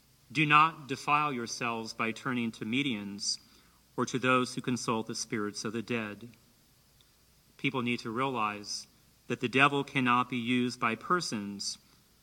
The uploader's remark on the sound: in Maas Auditorium at Hope College as part of the Saint Benedict Institute Speaker Series